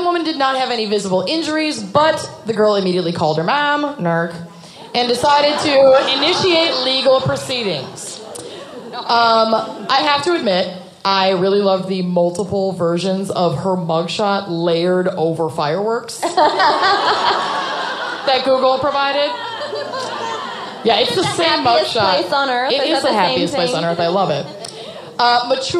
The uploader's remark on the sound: Orlando LIVE. Broadcast from their live show in Orlando.